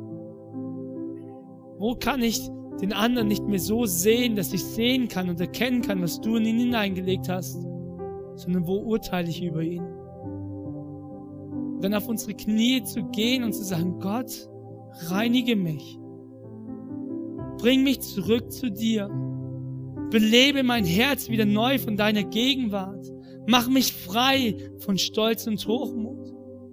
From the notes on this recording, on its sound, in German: in der Life Church Ansbach